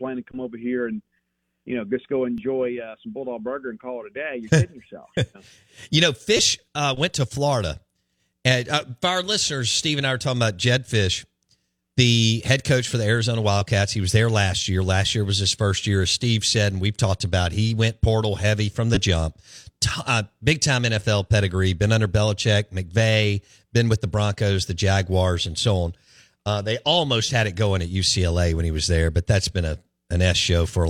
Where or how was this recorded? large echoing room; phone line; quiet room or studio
phone line